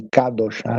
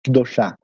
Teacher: Então, como kadosh é uma palavra com uh, menor do que o feminino, que fala Kedoshá, então o, primeiro A perde força, em vez de Kadoshá, fica Kedoshá, né? porque a última sílaba é forte. · Shown in: second take